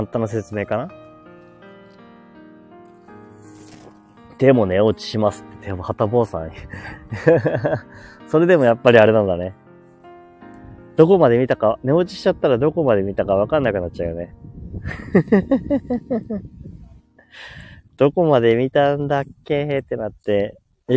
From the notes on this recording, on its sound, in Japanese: 公園に来てます！ゆっくり雑談。Live。